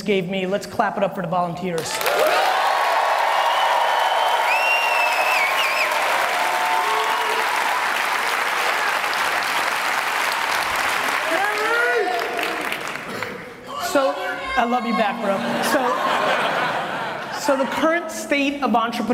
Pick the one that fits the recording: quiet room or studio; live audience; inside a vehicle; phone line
live audience